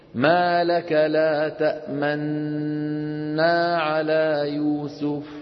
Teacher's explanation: بيصير نون مشددة تحتاج إلى غنة طويلة، تأمنا. لكن لما كان تسكين هذه النون لا للإعراب وإنما للتخفيف، فكانوا يضمون شفتيهم حالة نطقهم للنون المدغمة الممطوطة.